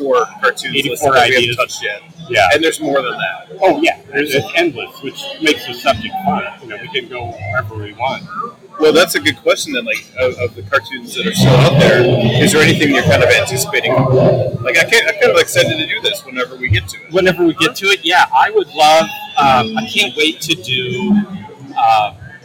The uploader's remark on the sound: Live From QuadCon Dubuque